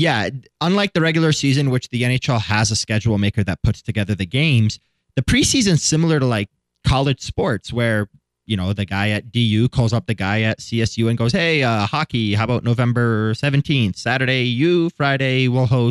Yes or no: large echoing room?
no